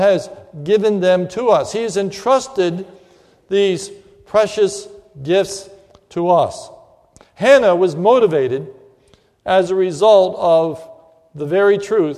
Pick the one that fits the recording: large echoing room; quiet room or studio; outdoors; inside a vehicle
large echoing room